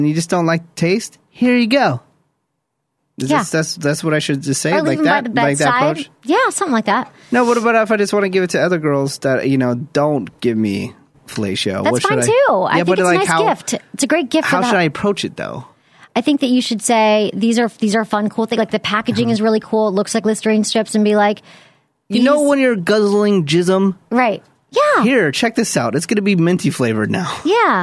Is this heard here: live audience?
no